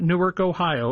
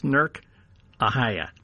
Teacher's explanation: you have to drop the vowels, and it becomes pronounced Nurk · Shown in: second take